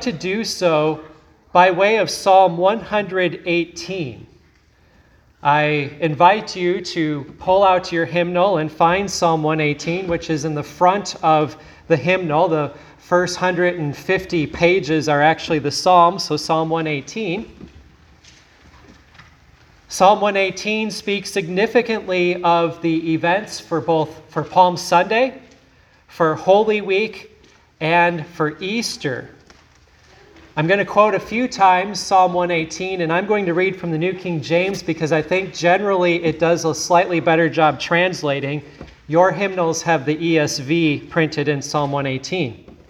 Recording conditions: large echoing room